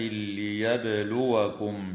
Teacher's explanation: وتقلقل الباء وصلا ووقفا في كلمة ليبلوكم